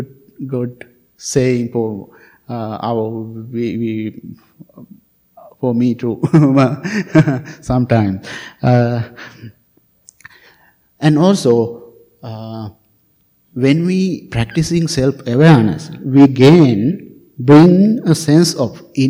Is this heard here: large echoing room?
yes